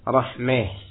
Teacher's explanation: Menyondongkan fathah ke arah kasrah · Term: imalah pada fathah